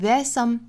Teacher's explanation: 前面的 z 的发音被后面的 s 的发音同化掉，发成 there'ssome。There's some badapples， badapples， b a d